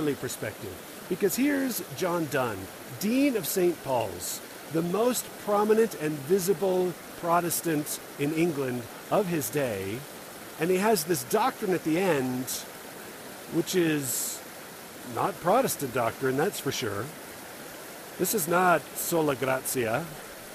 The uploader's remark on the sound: This is recorded while sitting on a tree over a stream, and there's a lot of water noise in the background. It might not make great audio, but it was a fun place to record.